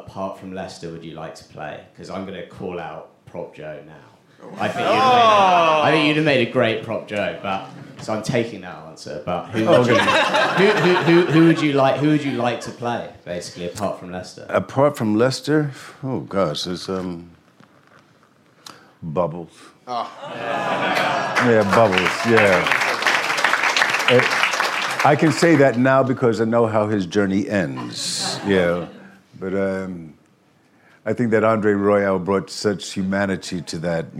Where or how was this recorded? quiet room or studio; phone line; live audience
live audience